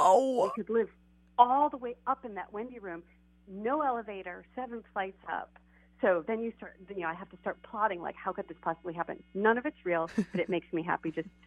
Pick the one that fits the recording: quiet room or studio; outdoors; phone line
phone line